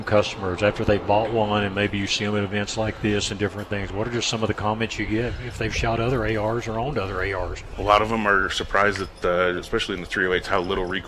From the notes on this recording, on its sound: “Live” Broadcast at 1 Shot Gear for 2nd Annual Grill Out. We are broadcasting “LIVE” at 1 Shot Gear for the 2nd Annual Grill Out & Sitka Clearance Sale.